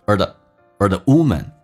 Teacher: 说成 or 直接轻轻的像儿化音一样，美式发音需要卷舌，轻度卷舌